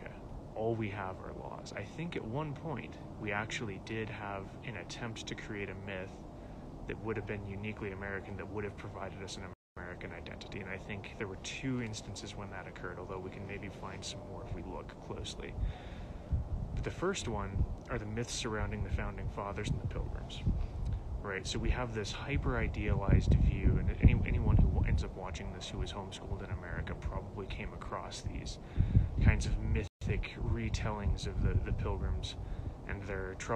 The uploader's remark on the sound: In this short episode we share an excerpt from a recent Instagram live video.